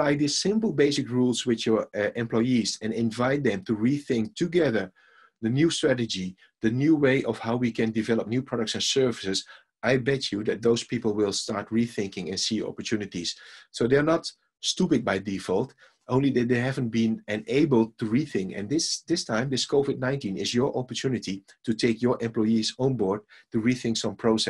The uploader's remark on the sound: recording of a live webinar